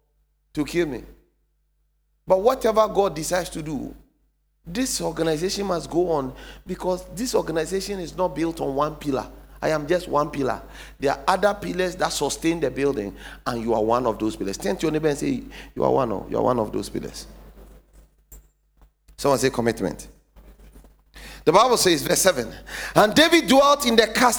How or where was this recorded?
large echoing room